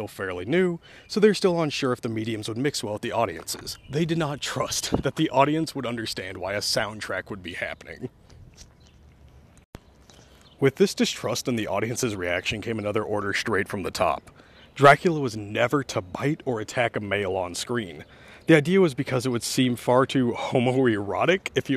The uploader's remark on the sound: while walking down the road